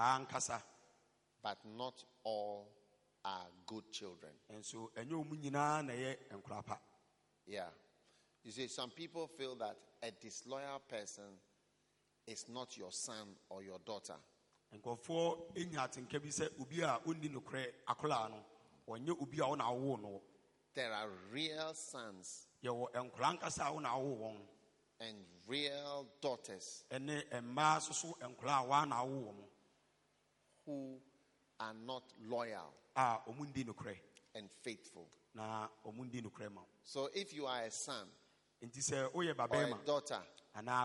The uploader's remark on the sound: Preached at a Healing Jesus Campaign Pastors&#8217; conference in Drobo, Ghana. Preached at a Healing Jesus Campaign Pastors’ conference in Drobo, Ghana.